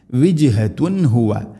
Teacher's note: തൻവീന് ശേഷം ഹ വന്നാൽ തൻവീനിനെ വെളിവാക്കി ഉച്ചരിക്കണം. · Term: ഇദ്ഹാർ